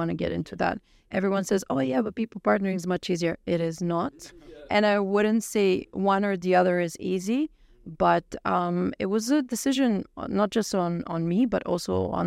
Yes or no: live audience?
no